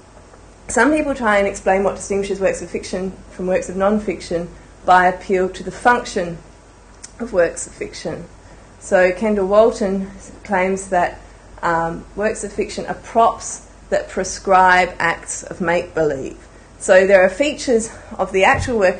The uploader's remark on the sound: A public lecture held on 26 January 2011.